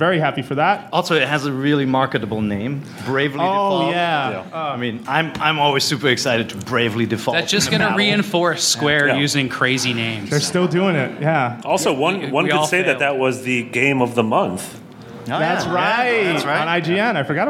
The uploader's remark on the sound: Nintendo Voice Chat Live: Our NVStreetPass Event. IGN hosted a StreetPass event and recorded a live Nintendo Voice Chat.